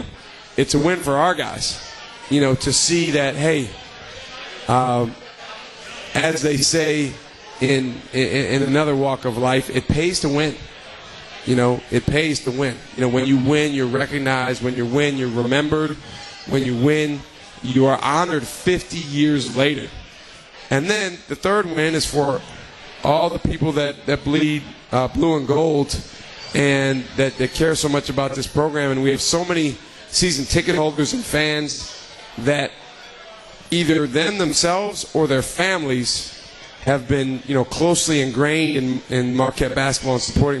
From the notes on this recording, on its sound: LIVE from MOTOR Bar & Restaurant.